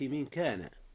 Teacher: أخفيت نون من قبل الكاف · Term: إخفاء